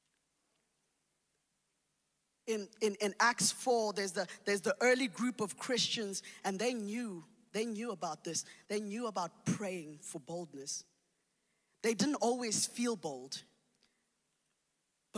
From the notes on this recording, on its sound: Recorded live on Sunday the 3rd October 2021